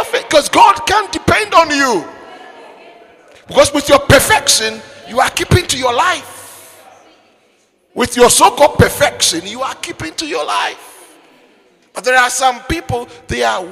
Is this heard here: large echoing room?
yes